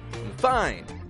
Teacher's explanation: I'm is very weak and quick. I'm. And then fine bursts up in the sound.